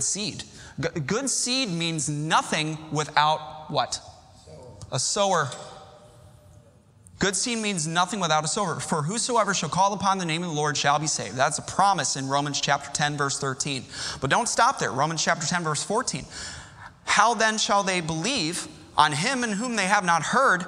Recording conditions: large echoing room